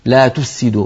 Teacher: فلا بد من أن نبين الفاء ونعطيها حقها من الرخاوة والهمس والزمن